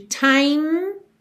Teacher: super importante você lembrar de time, fechar aqui no M